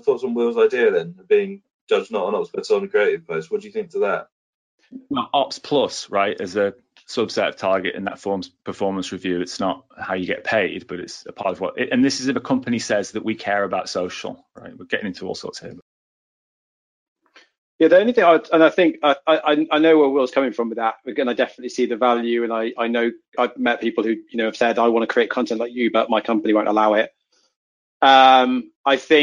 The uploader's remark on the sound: This episode is the audio from a previous webinar